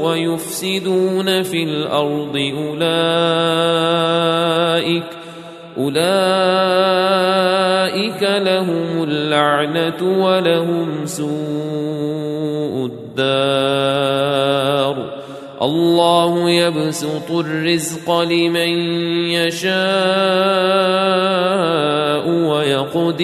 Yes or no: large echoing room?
yes